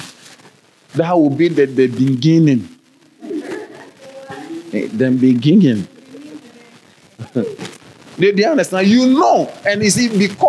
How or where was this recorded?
large echoing room